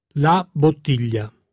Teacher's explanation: Il suono gli, a differenza di l, è prodotto con il dorso della lingua che tocca il palato ed è sempre seguito da una i.